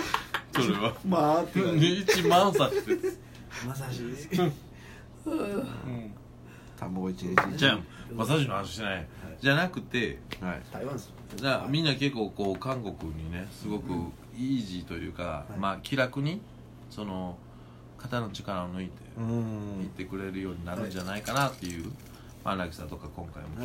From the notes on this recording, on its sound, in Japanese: 神戸、SPACE DOG!RECORD(お店)より、。